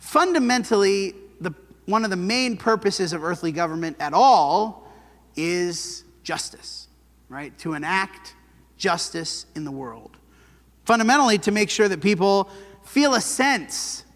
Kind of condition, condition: setting, large echoing room